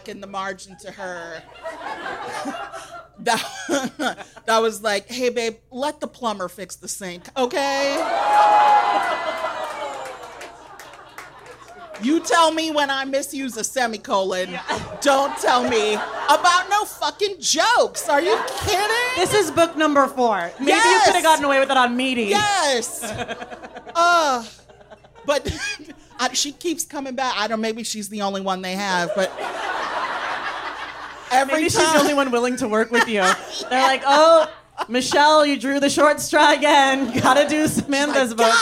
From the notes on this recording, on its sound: This episode of The Stacks Unabridged features audio from our Chicago show on the Live in The Stacks tour. This is an edited version of the live show.